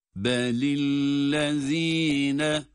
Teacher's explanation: Bu şeddeli lamın birinci basamağı, birinci ayağı, yani o şeddenin içindeki sükunlu kısmın sesini verdikten sonra harekesiyle ikinci kez okuyoruz. Onun için tutma değil, normal süresinde okumadır bu.